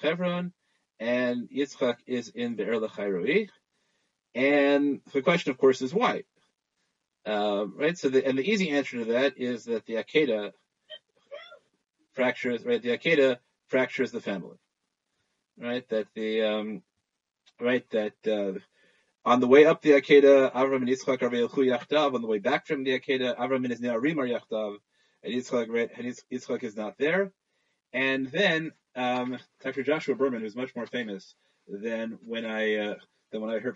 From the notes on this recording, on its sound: ZOOM Shiur